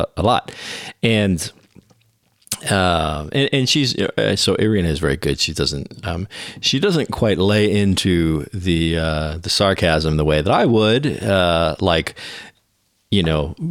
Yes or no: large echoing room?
no